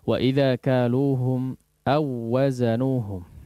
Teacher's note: Kalau waw sukun ketemu waw berharakat, ini namanya idgham mithlain. Jadi tidak ada gunnahnya.